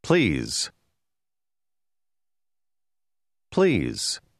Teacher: La S in questa parola contiene il suono z.